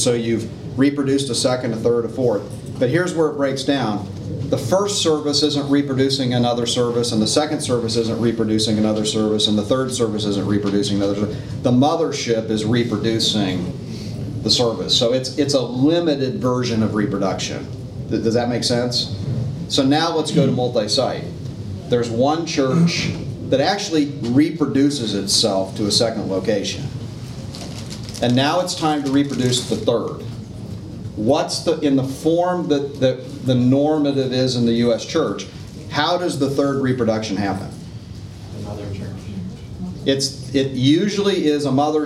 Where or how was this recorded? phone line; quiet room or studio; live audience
live audience